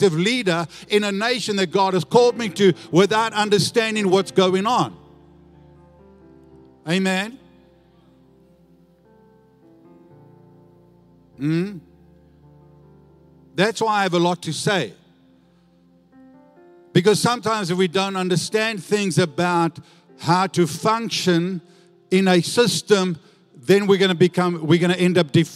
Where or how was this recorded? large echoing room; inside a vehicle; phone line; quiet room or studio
large echoing room